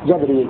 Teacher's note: أي ابن كثير يقرأ جبريل بفتح الجيم فقط